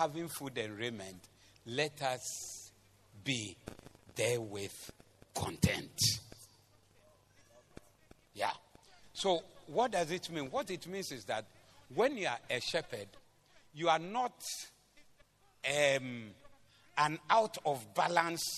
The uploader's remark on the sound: Preached at the Zeloo Service 28052023